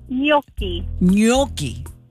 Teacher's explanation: There's a little glottal stop because of the two C's.